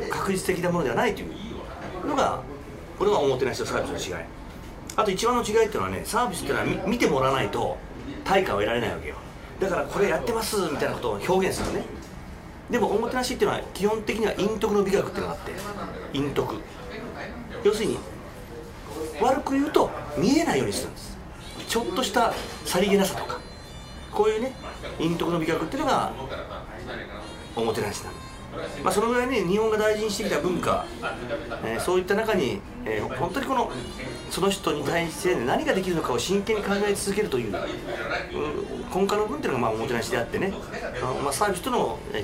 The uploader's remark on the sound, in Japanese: リアル居酒屋収録版